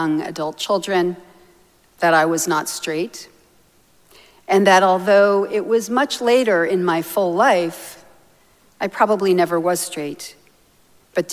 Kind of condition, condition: setting, large echoing room